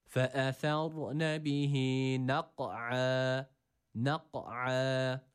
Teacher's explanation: Burada ayn harfi var. Boğazımızı sıkıyoruz ve boğaz harfi olan ayn harfini burada bir elif miktarı uzatırken yine ea arası bir ses veriyoruz. Ama yine ayn harfi de ha harfi olduğu gibi a sesine yakın bir ses veriyoruz.